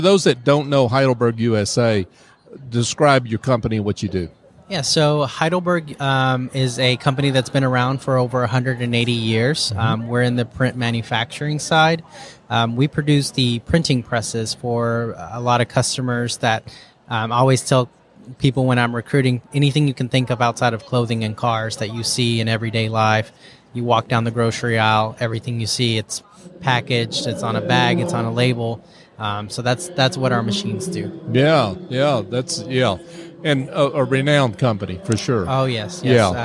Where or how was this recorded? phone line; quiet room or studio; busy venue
busy venue